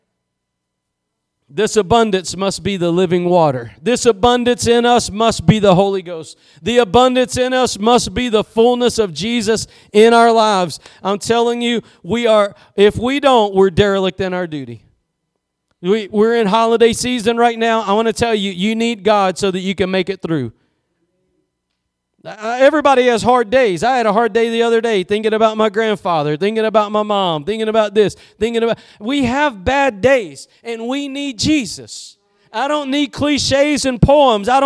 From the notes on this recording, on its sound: Preached at Gospel Lighthouse in Bossier City, La.